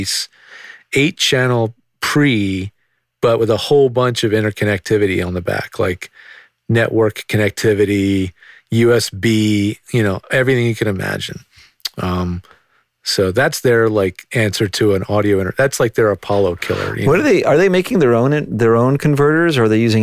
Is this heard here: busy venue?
no